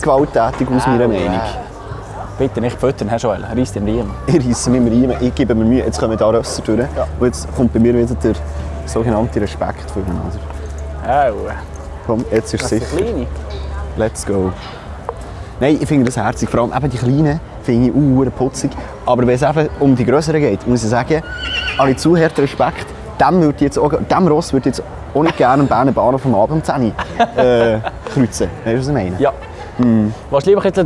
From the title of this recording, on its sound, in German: Live von der BEA Expo